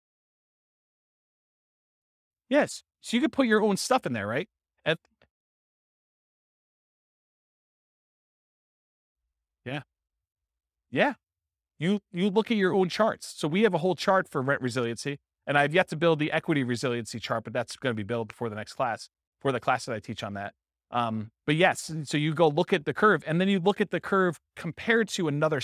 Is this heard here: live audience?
yes